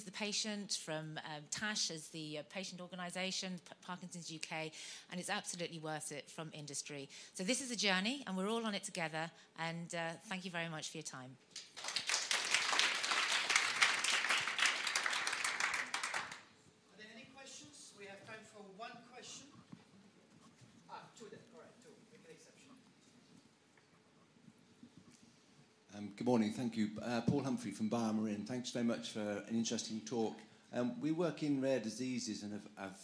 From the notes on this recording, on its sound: hear a case study from the 2019 Patients as Partners EU conference